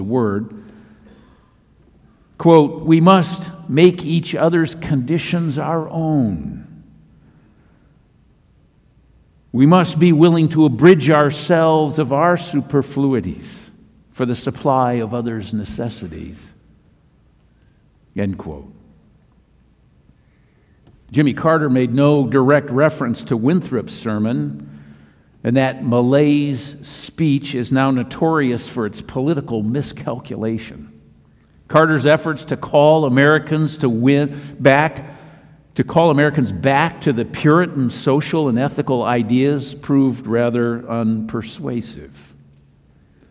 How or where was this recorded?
large echoing room